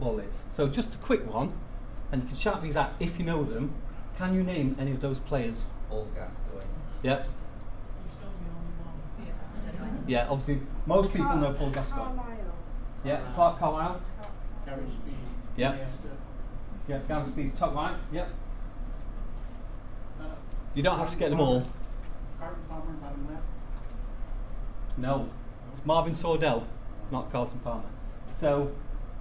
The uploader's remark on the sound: The Northern Mental Health Nursing Qualitative Research Forum meets three times a year. The following session was recorded at their first event on Friday 13 May.